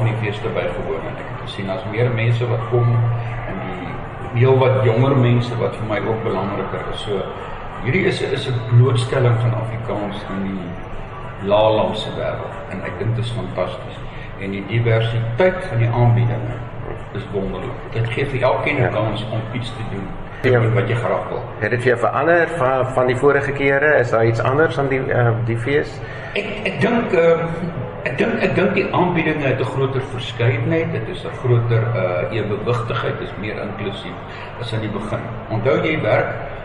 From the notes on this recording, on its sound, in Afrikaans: 3 onderhoude wat by die Festival Voor Het Afrikaans in Den Haag, Nederland opgeneem is